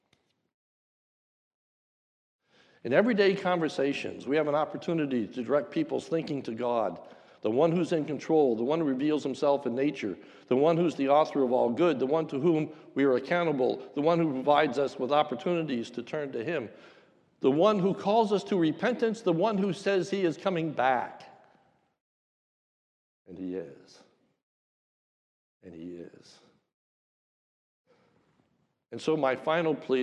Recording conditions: large echoing room